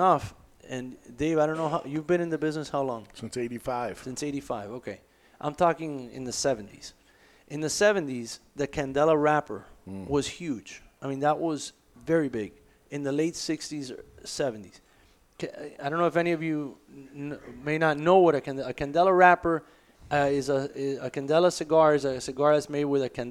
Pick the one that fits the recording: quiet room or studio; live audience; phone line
live audience